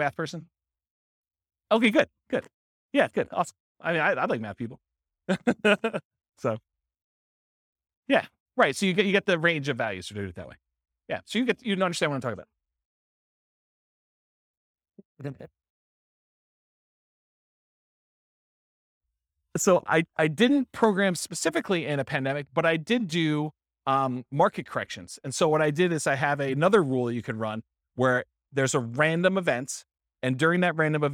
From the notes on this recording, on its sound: This was a live class recorded